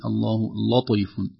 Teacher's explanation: الطاء حرف ضخم ومفخم وفيه قوة قد يؤثر على اللام